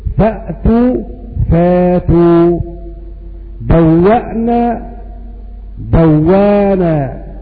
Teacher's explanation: والمعنى: إذا كان الهمز ساكنا وقبله متحرك فإن الهمز يبدل حرف مد من جنس حركة ما قبله، فإذا كان قبل الهمز فتحة يبدل ألف